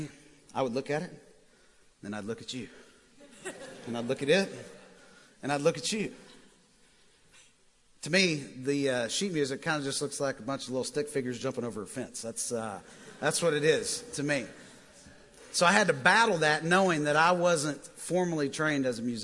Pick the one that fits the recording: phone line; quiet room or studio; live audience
live audience